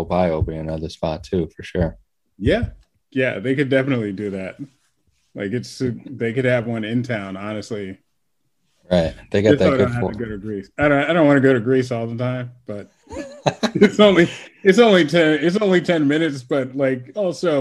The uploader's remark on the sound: Recorded Live on Zoom